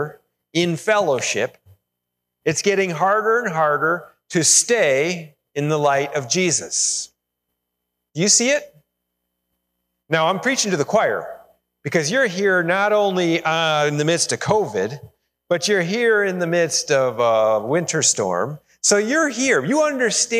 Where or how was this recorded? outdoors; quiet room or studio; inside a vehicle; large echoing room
large echoing room